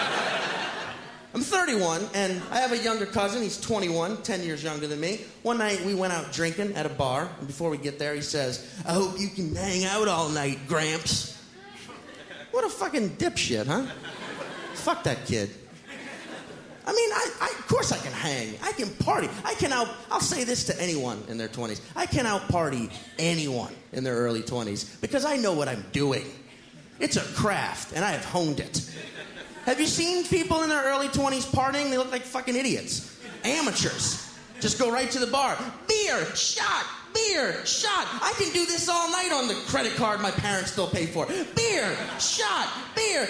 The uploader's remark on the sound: stand up from the Just For Laughs Festival in 2010